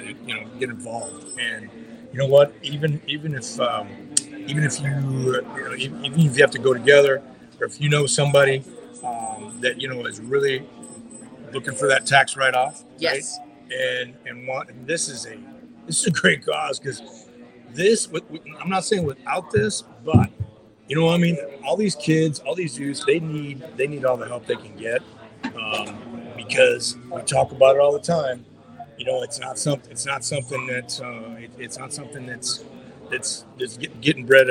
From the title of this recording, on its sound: Live at The Broken Spoke Saloon